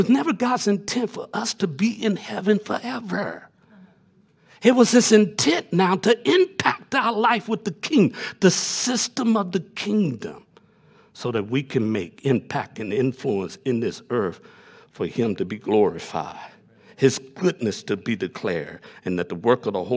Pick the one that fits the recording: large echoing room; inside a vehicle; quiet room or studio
large echoing room